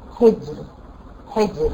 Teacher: أقف على كلمة حجر فأسكن الراء، قبلها الجيم ساكنة، قبلها الحاء مكسورة · Term: مرققة